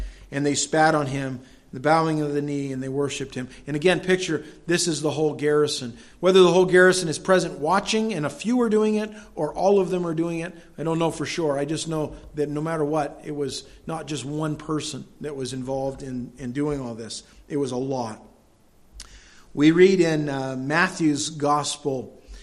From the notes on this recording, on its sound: delivered at Madawaska Gospel Church